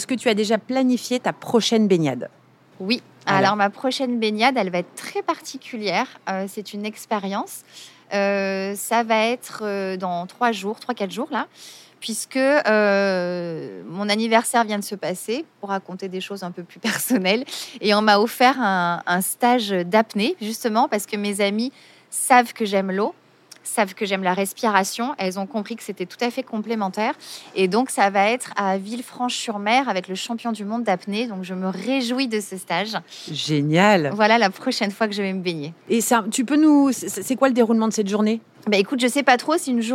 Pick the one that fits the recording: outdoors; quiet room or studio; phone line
outdoors